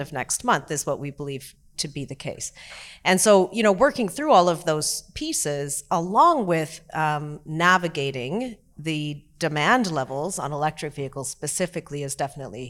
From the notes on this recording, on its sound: during a fireside chat at the 2023 Automotive News Canada Retail Forum